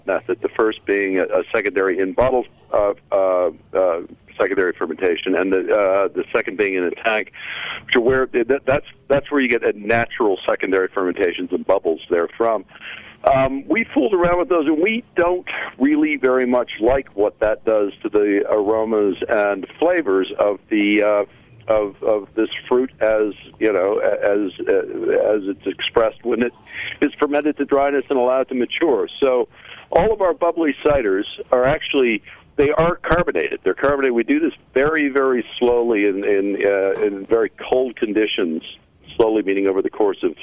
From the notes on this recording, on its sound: on the phone